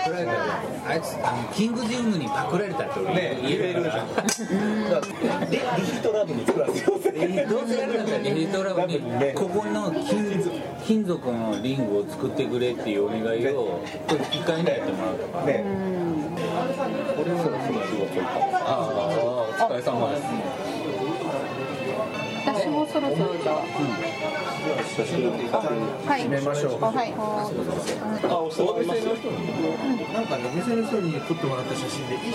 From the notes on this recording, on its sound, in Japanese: 店内BGMなどのノイズがガッツリです。お聞き苦しいかもしれませんがご容赦下さい。